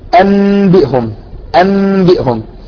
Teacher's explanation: أن تنقلب النون الساكنة ميما عند الباء مع مراعاة الغنة وعدم التجديد. · Term: الإقلاب